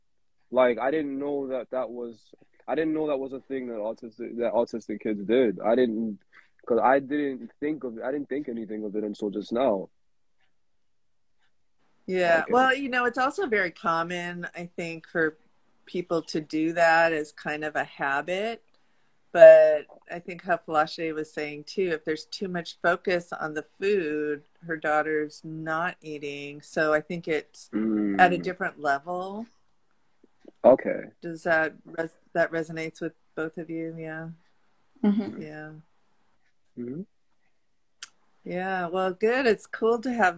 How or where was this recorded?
video call